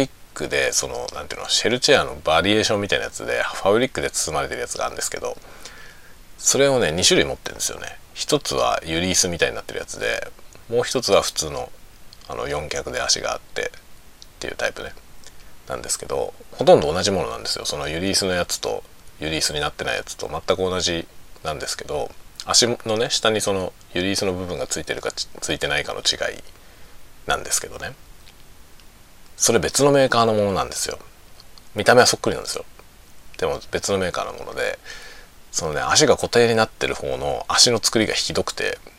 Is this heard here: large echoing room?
no